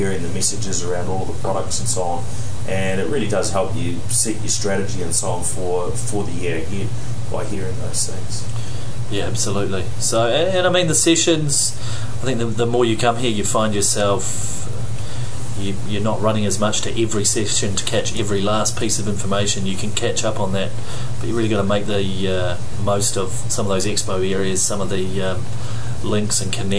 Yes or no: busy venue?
yes